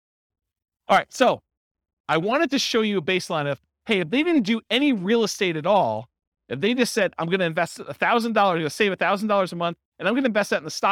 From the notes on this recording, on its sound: This was a live class recorded